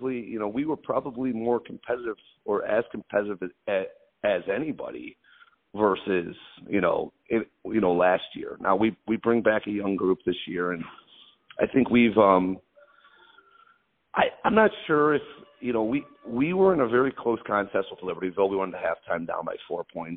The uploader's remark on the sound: The conversation was done over the phone so the audio quality is good but not great.